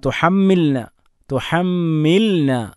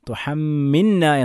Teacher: ഇദ്ഗാമാക്കിക്കൊണ്ടല്ല അൻസൽനാഹു വലാ തുഹമ്മിൽന ലാമിനെ വ്യക്തമാക്കി തന്നെ ഉച്ചരിക്കണം · Shown in: first take